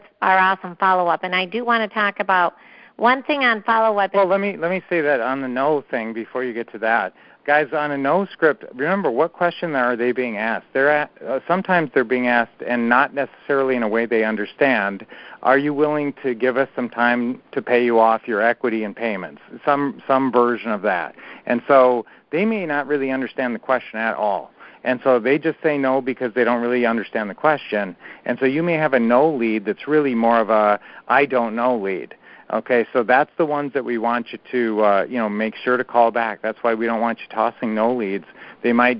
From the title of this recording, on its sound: Q&A Call